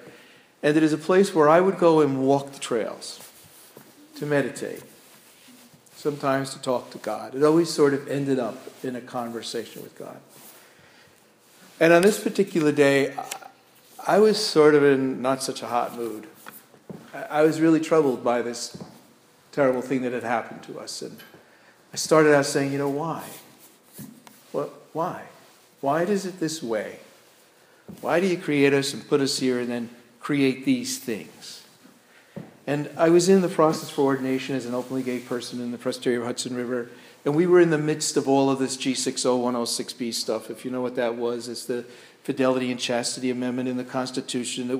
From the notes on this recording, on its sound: This sermon was delivered at Crossroads Presbyterian Church in Waterford, CT.